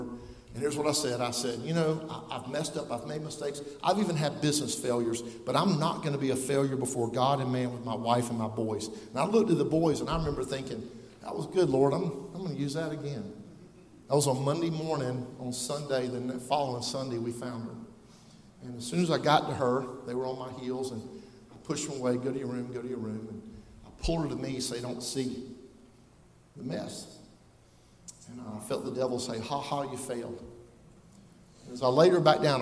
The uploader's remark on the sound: Live From Life Church